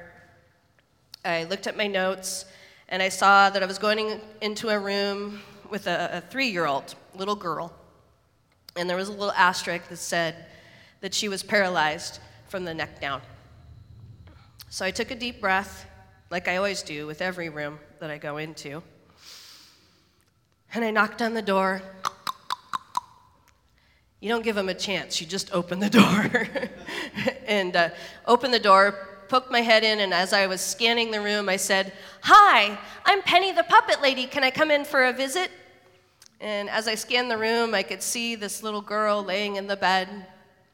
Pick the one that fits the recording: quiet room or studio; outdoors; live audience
live audience